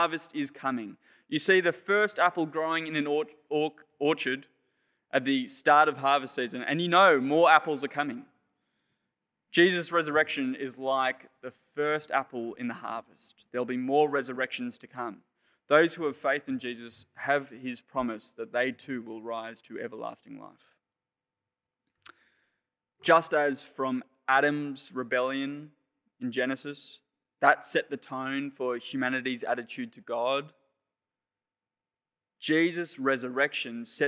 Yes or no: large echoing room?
yes